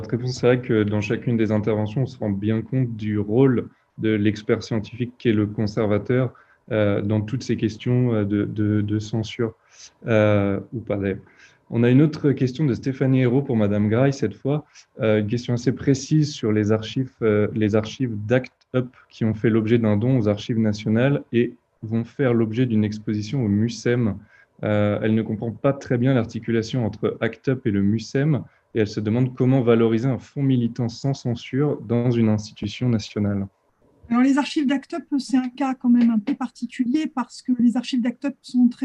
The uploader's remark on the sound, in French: Discussion Enregistré sur Zoom